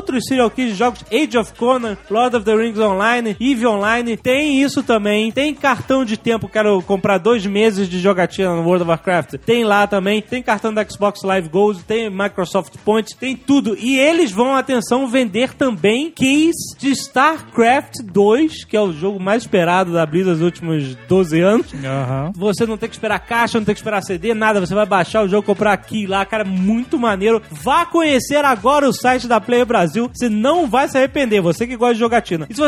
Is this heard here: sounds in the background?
no